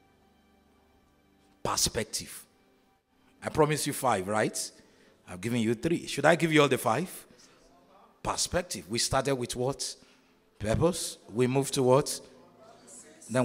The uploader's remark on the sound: On Day 1 of the Evolve Conference at KingsWord Dallas.